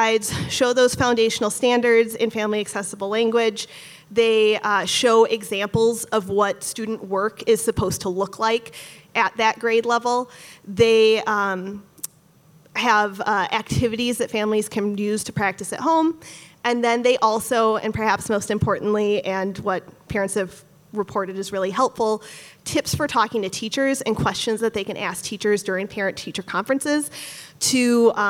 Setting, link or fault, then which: setting, busy venue